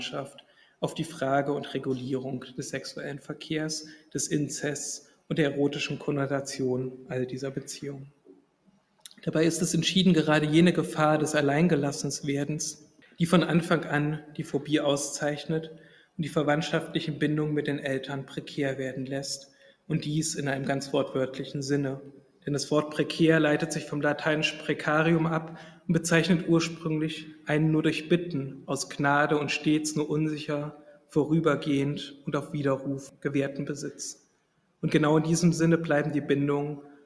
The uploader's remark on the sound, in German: Vortrag, gehalten am IFK, dem Internationalen Forschungsforum Kulturwissenschaften, in Wien am 8.